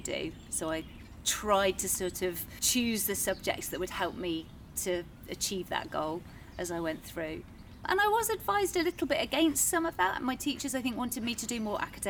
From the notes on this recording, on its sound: I headed outdoors for a natter